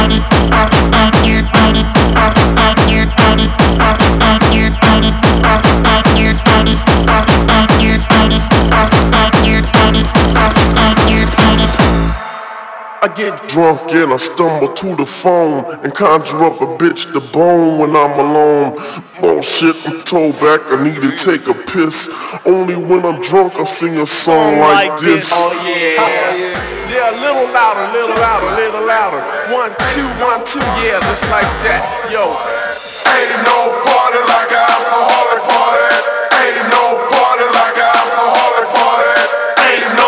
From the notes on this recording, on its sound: Recorded dj set during Genius & Friends.